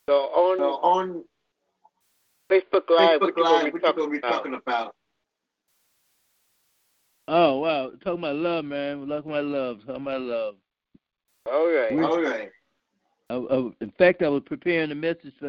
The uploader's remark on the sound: your phone calls